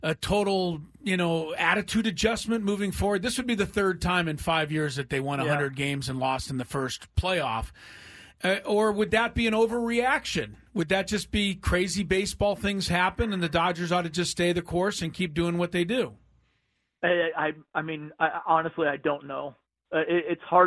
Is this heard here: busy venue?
no